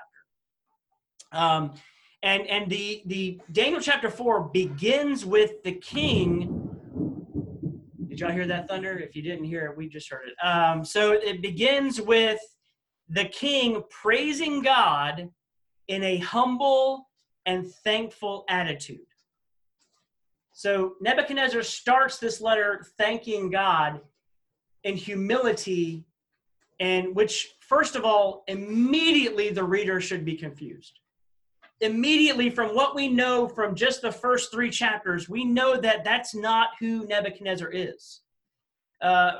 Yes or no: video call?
yes